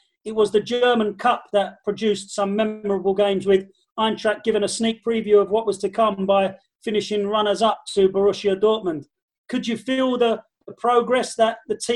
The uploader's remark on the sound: the entire FFS team to turn up for a five-way Zoom